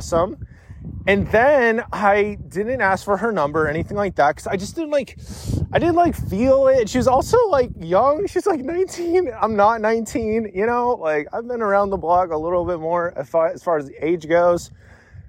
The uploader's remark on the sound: I panicked and immediately went on a walk to record this episode to sort of make it better.